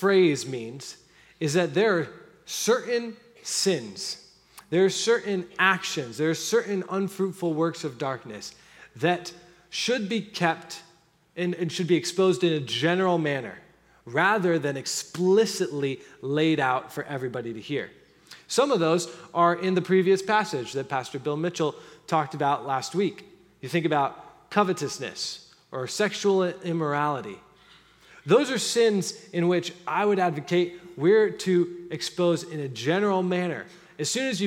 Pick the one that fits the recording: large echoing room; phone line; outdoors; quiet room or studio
large echoing room